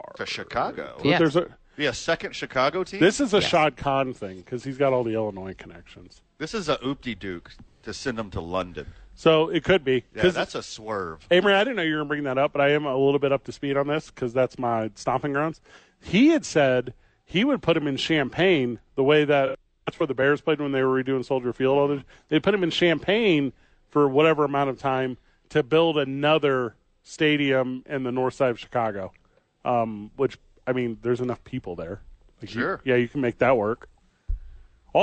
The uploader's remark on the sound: live from The Albuquerque Dukes Store.